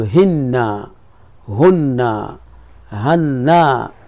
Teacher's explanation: هن بالفتح للهاء مع التشديد، وبالكسر مع التشديد، وبالضم مع التشديد للنون